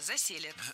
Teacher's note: Здесь ударение ставим на корень слова